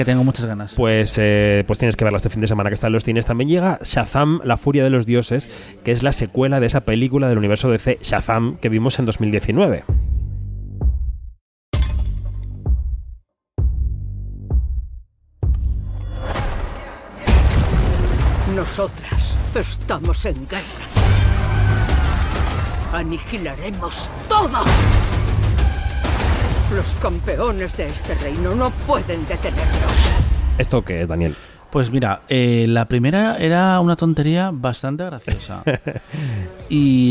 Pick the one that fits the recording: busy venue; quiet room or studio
busy venue